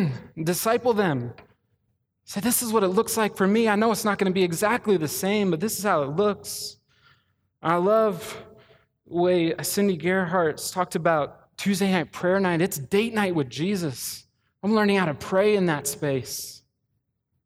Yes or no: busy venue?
no